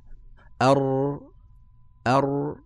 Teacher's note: الراء تخرج من طرف اللسان مع ظهره